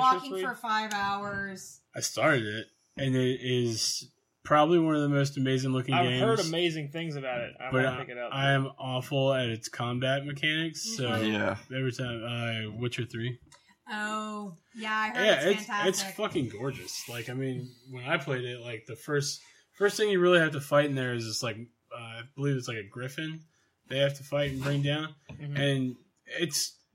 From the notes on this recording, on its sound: We had some technical issues to deal with.